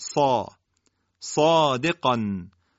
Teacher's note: شما صاد و قاف رو ببینید که حالت استعلا داره، الفی که در واقع اینجا بر سر صاد و قاف اومده از حرف قبل خودش تبعیت کرده و لذا درش ادا میشه، صا صادقان، قن قاف درشته، الف هم اینجا درش میشه. · Term: الف مدی